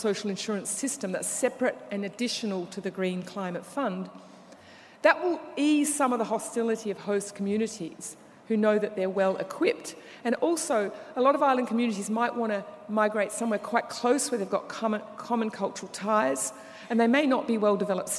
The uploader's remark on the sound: Keynote Conversation 3: 'EJ and Climate Governance' from the 'Environmental Justice 2017' Conference, held at the University of Sydney (6-8 November).